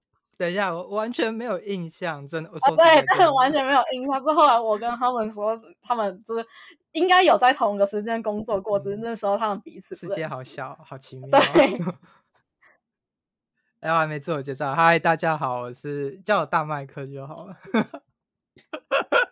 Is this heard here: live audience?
no